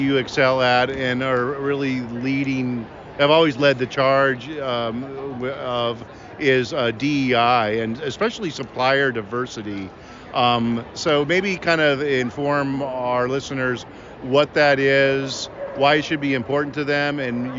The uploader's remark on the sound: Live From PCMA CL. On the bustling floor of The District exhibitor area at PCMA Convening Leaders 2024.